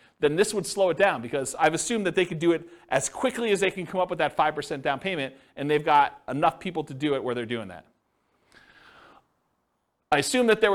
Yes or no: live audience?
yes